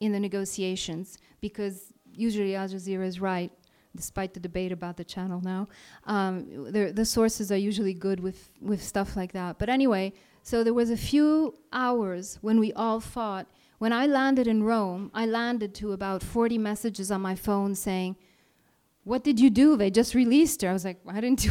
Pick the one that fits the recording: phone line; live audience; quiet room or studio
live audience